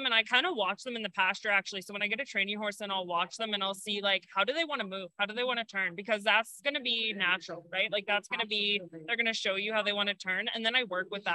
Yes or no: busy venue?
yes